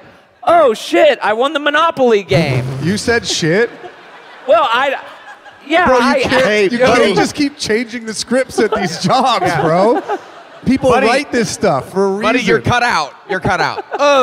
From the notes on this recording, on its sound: Live from Austin!